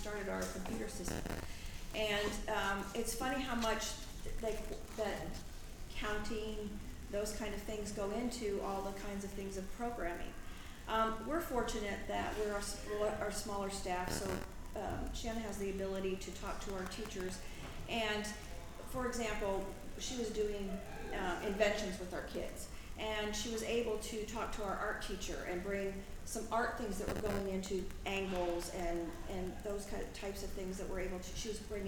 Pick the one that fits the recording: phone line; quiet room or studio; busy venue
busy venue